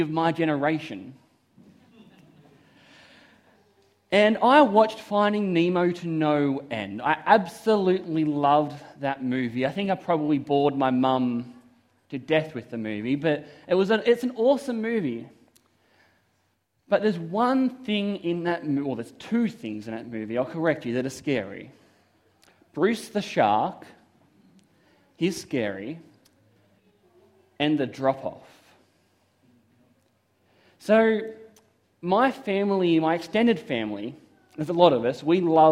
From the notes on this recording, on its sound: This is a sermon I preached at Toronto SDA Church.